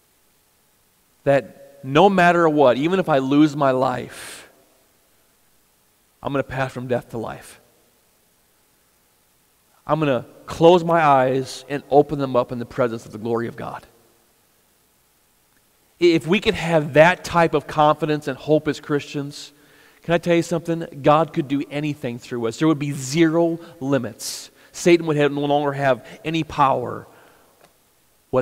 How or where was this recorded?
large echoing room